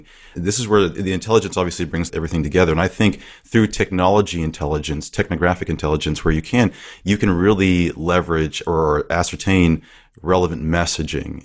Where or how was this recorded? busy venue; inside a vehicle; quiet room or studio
quiet room or studio